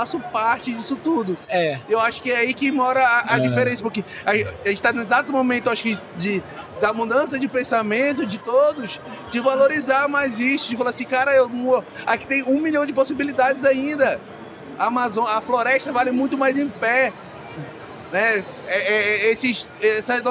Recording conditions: busy venue